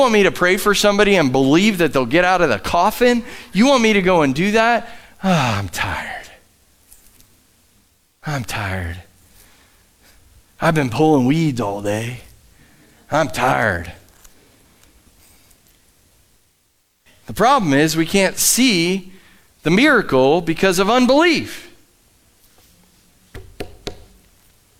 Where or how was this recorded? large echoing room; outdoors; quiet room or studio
large echoing room